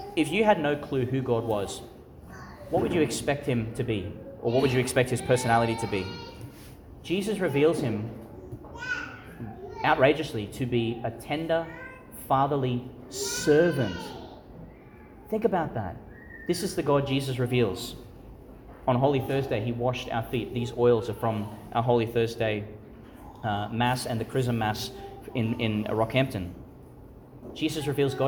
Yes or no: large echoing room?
yes